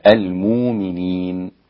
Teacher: فإنه يتعين عليك أن تبدل هذه الهمزة واوا · Term: الإبدال